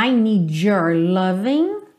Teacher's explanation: quando a gente tem uma palavra que termina em D e a próxima palavra é your, é muito comum que essa junção soe your, your, como se fosse um DJ aí, ok? Então, I need your loving, loving.